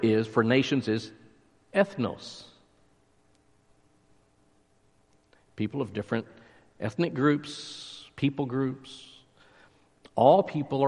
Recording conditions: large echoing room